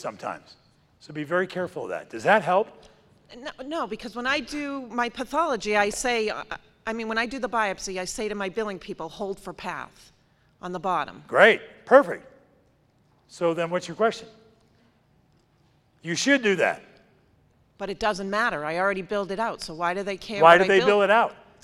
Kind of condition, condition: setting, large echoing room